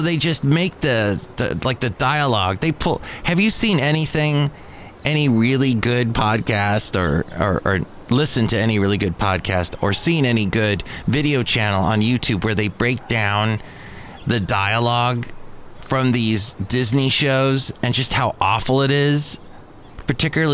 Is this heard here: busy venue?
yes